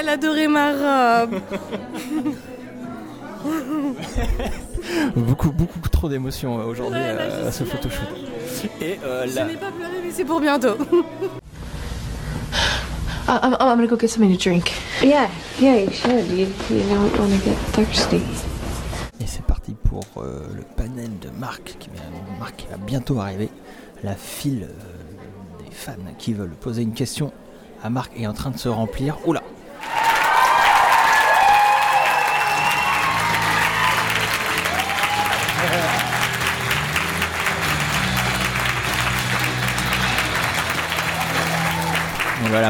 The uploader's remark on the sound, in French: Podcast complètement exceptionnel car enregistré à l'occasion de la convention Clouds Con Slay the vampire 5.